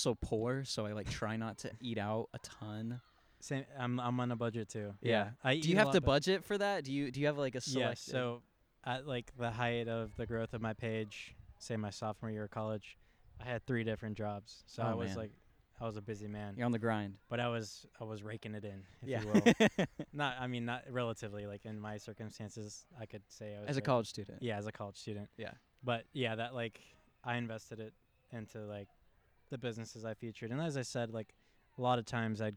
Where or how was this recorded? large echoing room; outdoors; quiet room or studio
outdoors